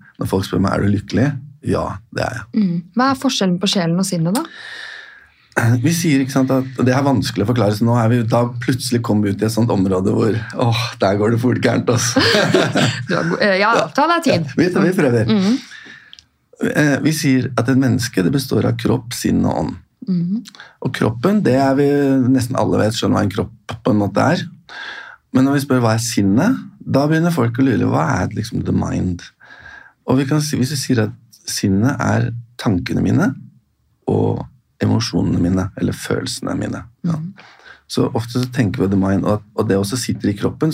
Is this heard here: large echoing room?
no